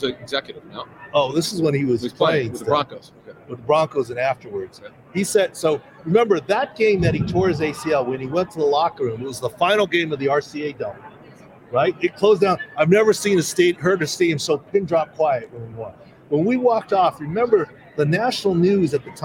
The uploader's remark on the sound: Super Bowl LVII Preview: LIVE from Radio Row. Reports LIVE from the infamous "Radio Row" leading up to Super Bowl LVII in Glendale, Arizona.